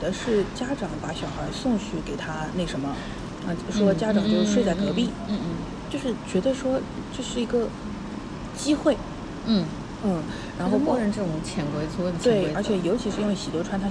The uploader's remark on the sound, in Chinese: 本次录制花费：在茑屋点了两杯喝的